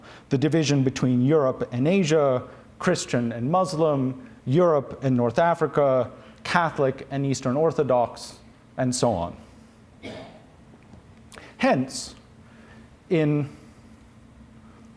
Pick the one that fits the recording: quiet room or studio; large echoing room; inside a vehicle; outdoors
large echoing room